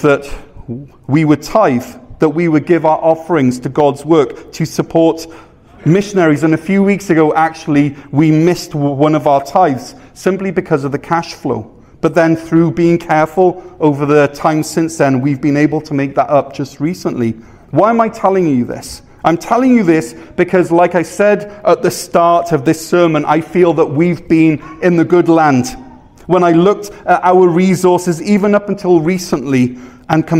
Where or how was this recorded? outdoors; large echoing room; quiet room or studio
large echoing room